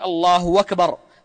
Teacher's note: قول بعض المؤذنين الله أكبر بالواو بدل الهمزة